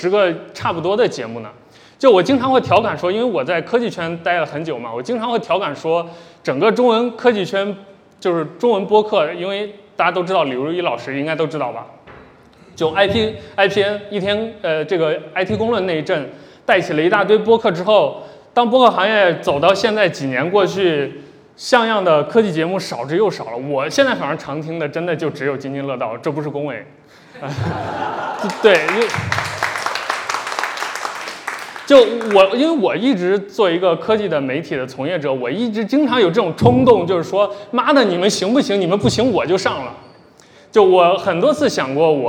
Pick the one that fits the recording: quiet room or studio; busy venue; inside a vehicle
busy venue